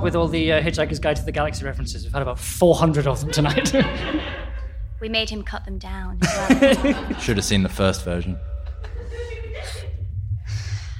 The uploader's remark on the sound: Performed live at the Scottish Youth Theatre in January 2019. It was a mess.